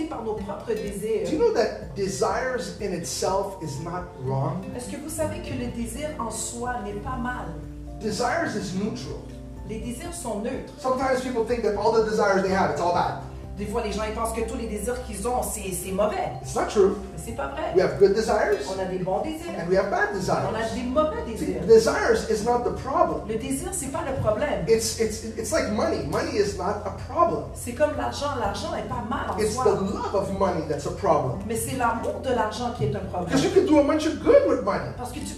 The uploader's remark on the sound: Sunday morning live at the Hub